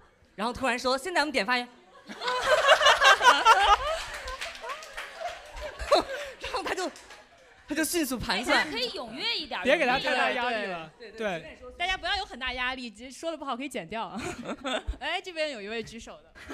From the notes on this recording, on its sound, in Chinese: 本期的节目就是上周六我们在线下举行的一周年录制活动